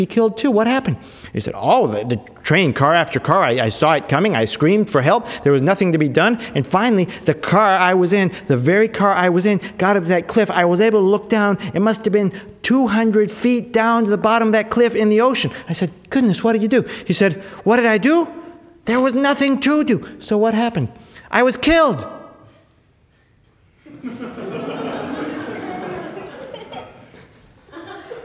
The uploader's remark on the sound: tells a trio of travel tales to an enthusiastic, young audience.